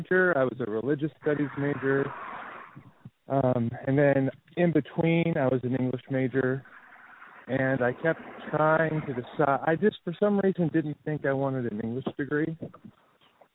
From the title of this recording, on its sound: Walk & Talk